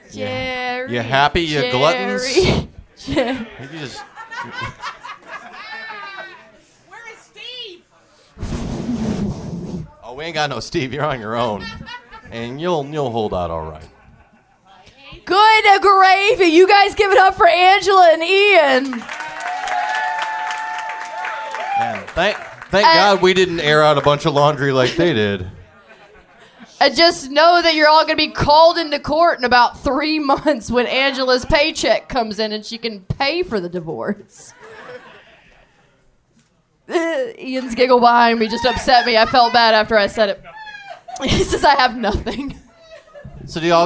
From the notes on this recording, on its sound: Recorded LIVE at the world famous P&H Cafe in Memphis, TN!